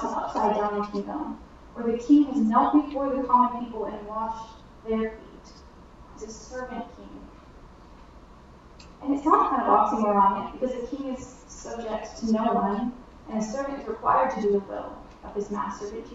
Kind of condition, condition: fault, drop-outs